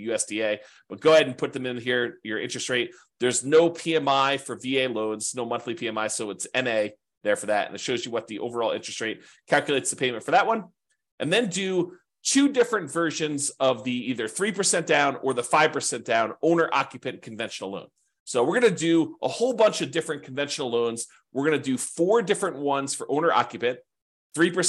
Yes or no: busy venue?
no